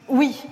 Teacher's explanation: Vous voyez, c'est un oui un peu plus marqué, un peu définitif, presque solennel. Avec une petite fricative finale d'ailleurs